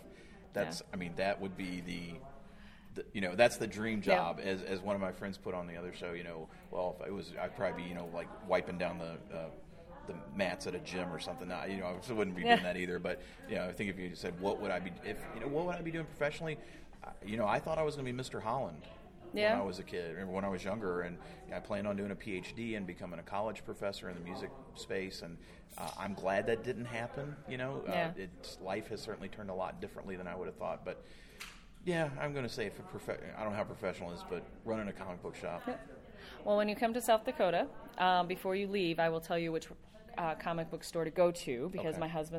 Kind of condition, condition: setting, busy venue